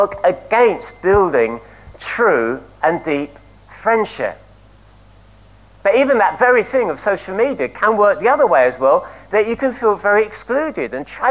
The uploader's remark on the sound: At King's Church, Cockermouth, as an audio file.